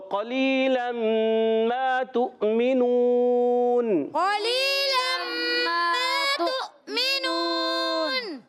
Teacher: ہونٹ گول ہو جائیں گے، تو واؤ پر حمزہ ہے اور حمزہ کی ادائیگی کلیئر ادا کریں گے ہم، خوب ظاہر کریں گے، تحقیق سے جھٹکے دے کر ادا کریں گے